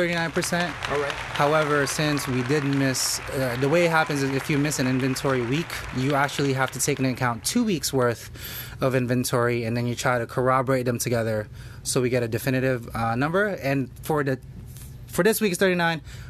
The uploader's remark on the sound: Monday Funday Ep 1 live in the restaurant.